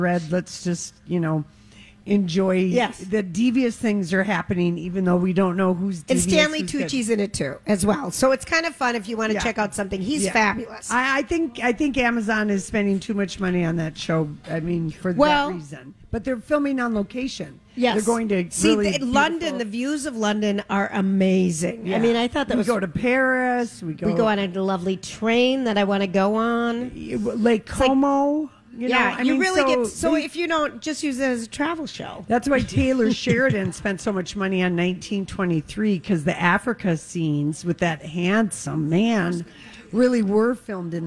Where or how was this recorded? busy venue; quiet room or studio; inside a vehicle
busy venue